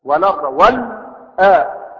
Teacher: خذ فتحة الهمزة وضعها على الحرف الساكن، وحينئذ سكنت الهمزة فحذفت · Term: النقل